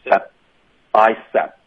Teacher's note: touched 可以，可是因为后面还带了一个辅音 my，其实我们大部分的情况下这个特或者的的音呢就会省略，然后这个时候我们就会见到我们学生问了这个问题 scare，然后 scared 怎么能分得清呢？针对这个词 touch，我们省略这个的，我们连一个干脆的停顿都分不太清，我们只能靠这个句子的语境，这个肯定是过去式，就这么简单，不可能会说他平时在摸我的这个肌肉，对不对？他只是发生了一次，你知道这事儿是之前发生过的一次东西，他在用这个作明证据，所以就肯定是过去时。你不要只靠声音想要理解，你一定要靠这个语境，OK？所以这个就是 touched，就是我们省略了这个的的音。She touched myby，这里两个双元音，I，大家注意下颚要动上，要灵活，OK？My by，说快的时候还会带下颚的动作，OK？别发成麦掰，不要用 I 的音，是 I，myby。Mybicep，结尾呢按理说应该是省略这个坡的音，省略的方式呢是嘴唇合上导致一个停顿